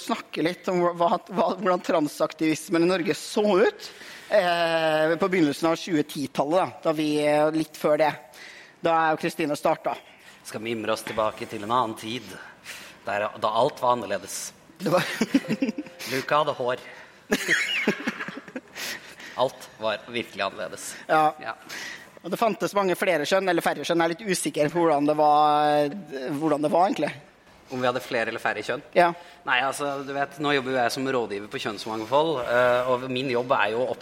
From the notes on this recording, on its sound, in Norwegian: Live fra Arctic Pride